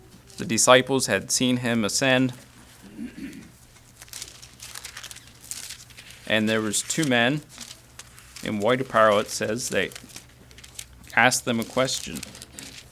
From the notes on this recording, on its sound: Message preached at Word of Hope on Sunday, December 3, 2023